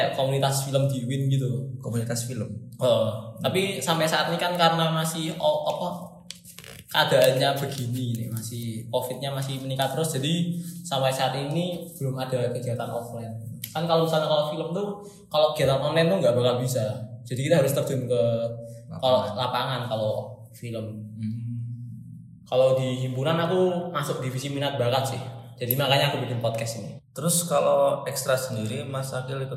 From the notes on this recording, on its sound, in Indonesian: Maaf ya kalo audionya jelek.